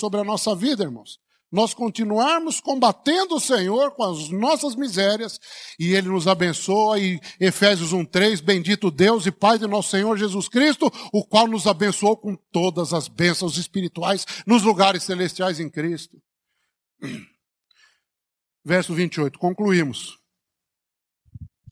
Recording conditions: large echoing room